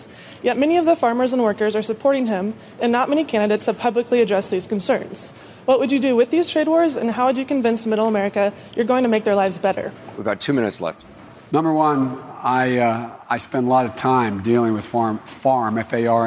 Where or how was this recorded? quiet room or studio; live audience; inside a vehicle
live audience